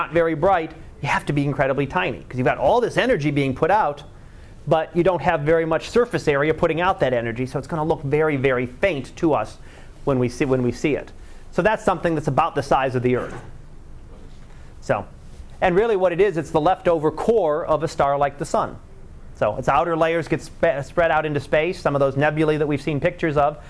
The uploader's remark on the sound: Live Class Lecture